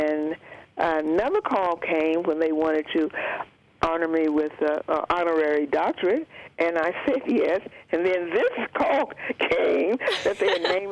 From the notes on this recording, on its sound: Unedited Phone Interview. This is the full phone conversation that was later edited for on air use.